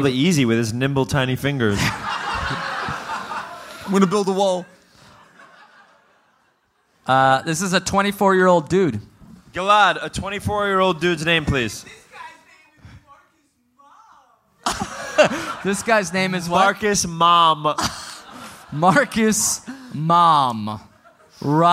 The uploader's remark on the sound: Live in Austin